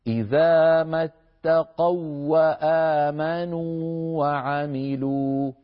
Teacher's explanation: حركتين، بخلاف الواو في اتقوا وآمنوا. اتقوا هذه الواو ليست مادية، واو لينية، لذلك تدغم في الواو بعدها